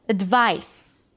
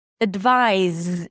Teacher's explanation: The word advise ends with a z sound, with a z, as in zebra. Advise. It's a voiced sound versus a voiceless S. · IPA: ədˈvaɪs